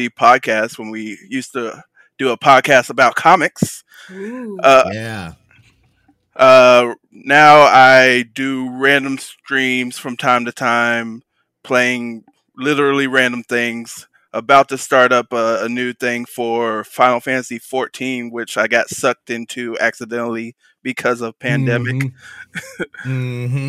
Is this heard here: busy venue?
no